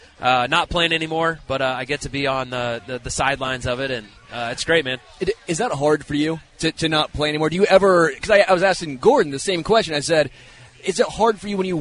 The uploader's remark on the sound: LIVE from Chicken N Pickle